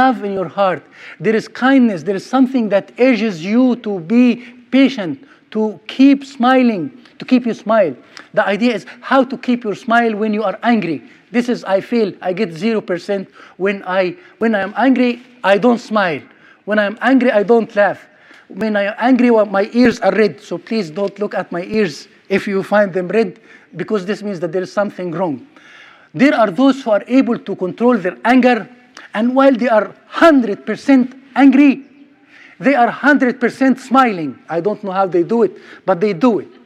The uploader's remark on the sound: Sermon recorded at Middle East University